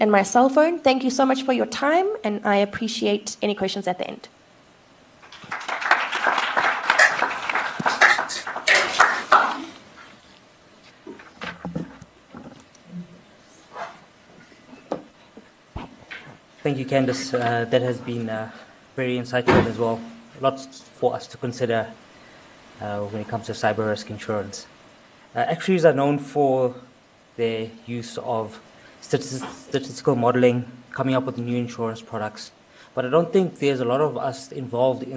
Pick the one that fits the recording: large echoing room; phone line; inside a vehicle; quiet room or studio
large echoing room